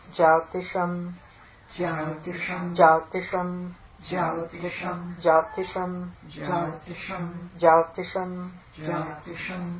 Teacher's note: make clear the dental ta and the sh, lingual sh